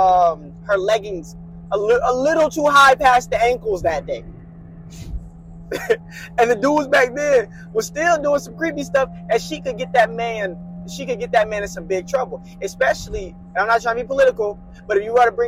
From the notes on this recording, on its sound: Just some kids who're talking about real life, in the car. CLEAR AUDIO.